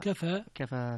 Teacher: كفى فيها الإمالة والتقليل والفتح